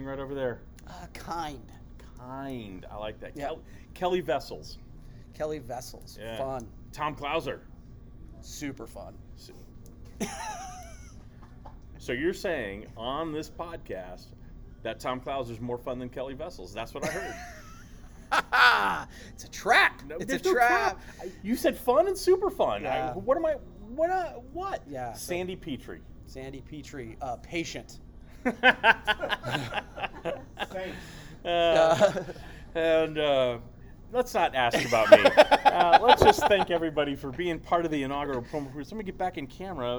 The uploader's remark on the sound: They recorded it on a cruise ship in the middle of the Caribbean while on the inaugural PromoCruise.